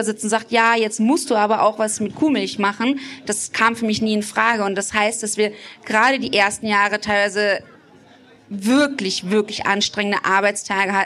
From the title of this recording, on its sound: Live Podcast Special